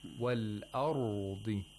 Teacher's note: He makes a small pause on the Ra without any qalqala.